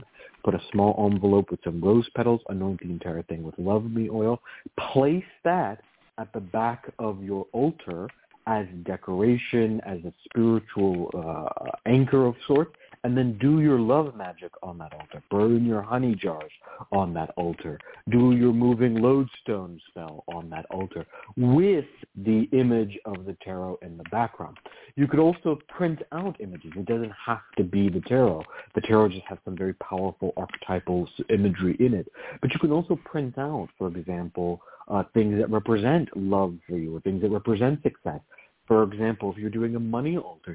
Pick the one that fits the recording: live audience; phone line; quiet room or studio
phone line